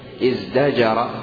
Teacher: ازدجر أصلها ازتجر قلبت التاء دالا